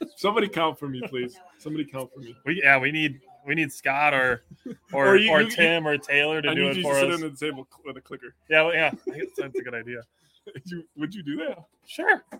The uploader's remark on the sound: Live Draft Special! Live from the Kiel Parker John's!